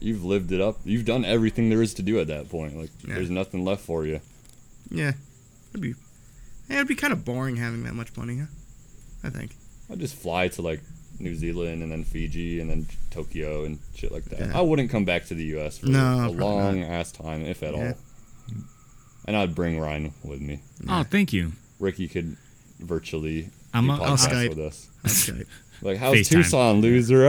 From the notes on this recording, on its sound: We outside on this one and a storm’s a brewin’.